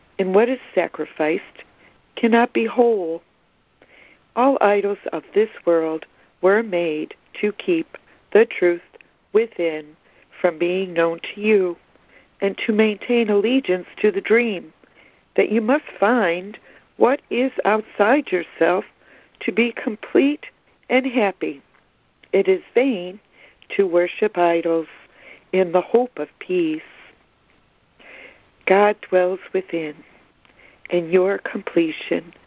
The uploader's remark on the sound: ACIM Daily Conference Call